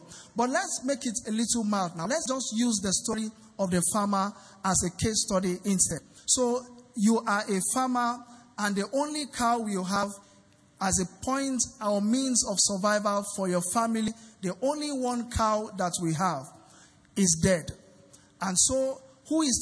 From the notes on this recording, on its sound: Recorded LIVE at our Interactive Service on 4 Dec 2019. Venue is Grace Assembly, Yard 158 Kudirat Abiola Way, Oregun Ikeja.